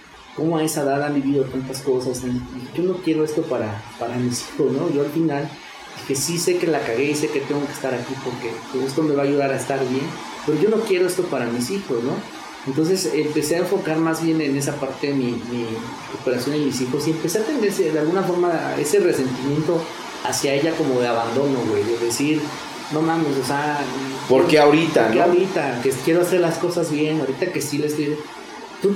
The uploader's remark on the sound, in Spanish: Una disculpa por el audio de esta entrevista, la lluvia se puso fuerte.